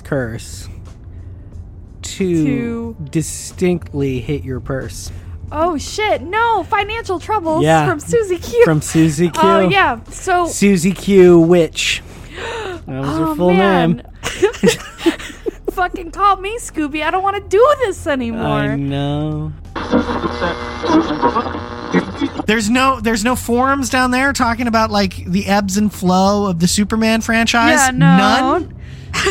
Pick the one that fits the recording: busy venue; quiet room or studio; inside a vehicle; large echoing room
inside a vehicle